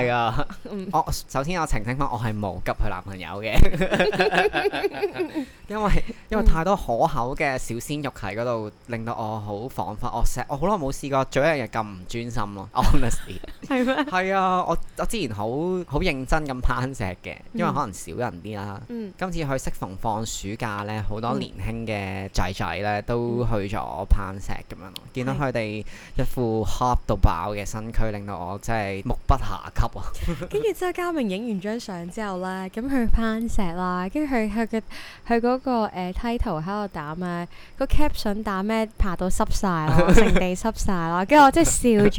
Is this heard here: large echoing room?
no